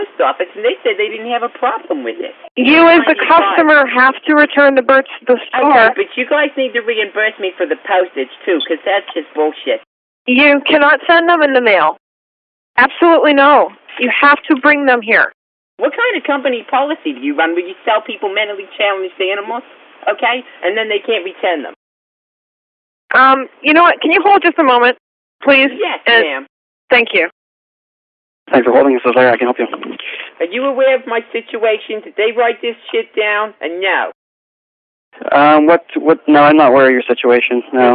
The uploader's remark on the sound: Prank Phone Calls